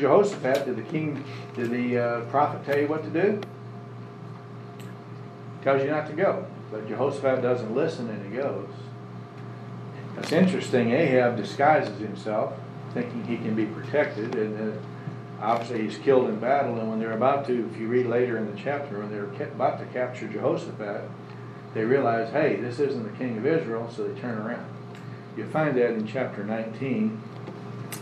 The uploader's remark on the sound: Services have resumed with Social Distancing in place, so we have returned to live recordings.